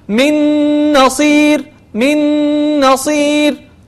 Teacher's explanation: ندخل النون مع النون وننطق ننطق النون الثانية مشددة على حسب حركتها. مثلا من نصير، فنقول من نصير من نصير، نعم، فنجعلهما ندخلهما مع بعض، طيب، وننطقهما حرفا واحدا بحركة الحرف الثاني، ولكن هذا الحرف الثاني أصبح مشددا. · Term: الإدغام